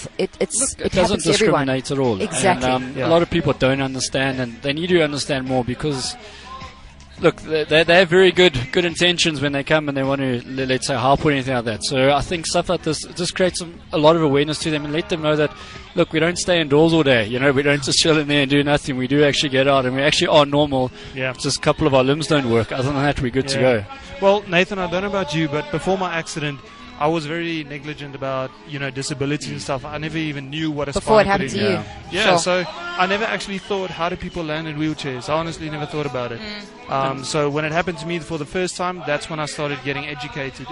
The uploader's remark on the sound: Live from the Wings for Life